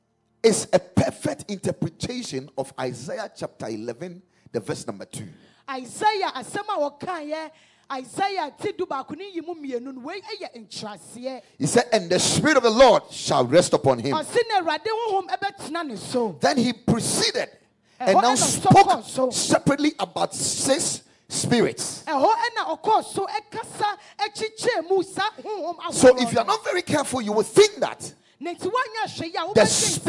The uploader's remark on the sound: Preached at Spirit Expo Conference 2022.